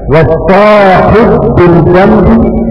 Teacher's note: بإدغام الباء في الباء من باب الاثنين